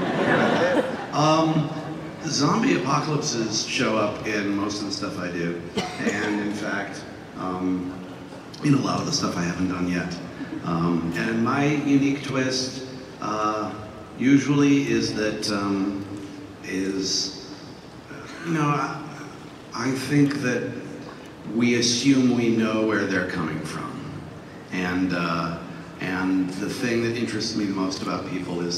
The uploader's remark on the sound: panel from Comic Con 2012